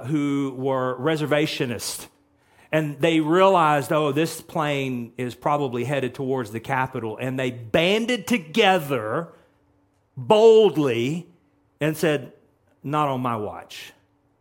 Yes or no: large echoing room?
yes